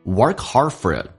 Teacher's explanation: 有一个连音叫 forit，而且用降调读 Work the K hard the D 都要省略，这叫略音。